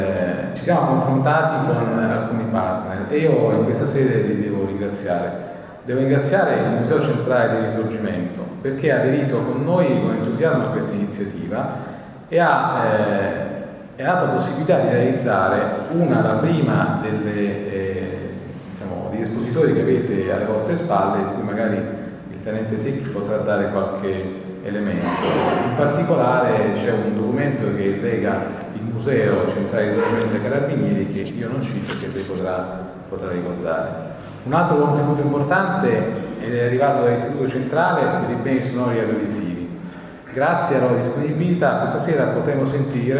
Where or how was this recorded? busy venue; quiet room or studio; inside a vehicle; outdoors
busy venue